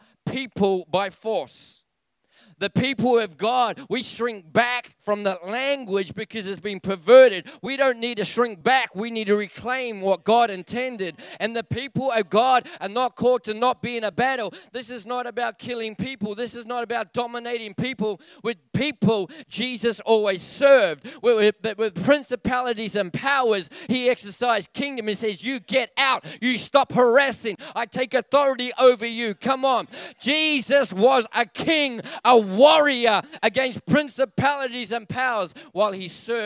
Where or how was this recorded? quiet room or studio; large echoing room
large echoing room